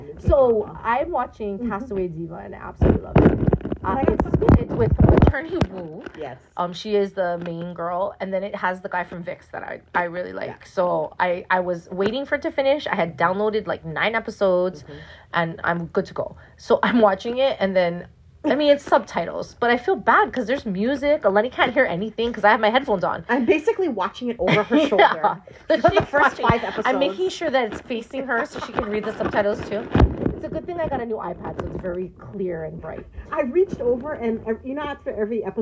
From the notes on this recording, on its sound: Sorry for the sound issues!